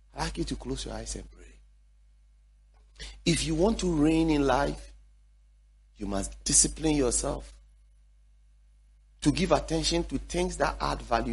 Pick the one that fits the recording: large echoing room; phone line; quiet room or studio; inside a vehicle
large echoing room